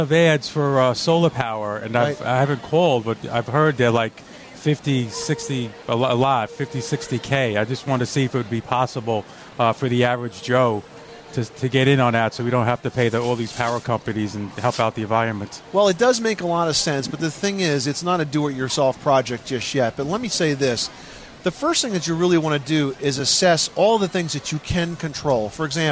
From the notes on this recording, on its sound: The Money Pit Home Improvement Radio Show celebrates sustainability and the addition of our 300th radio station with a broadcast live from Times Square.